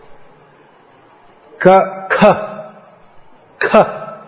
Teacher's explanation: The K with a almost like an H after it. And actually, in pronouncing Sanskrit properly, it should be pronounced quite strongly.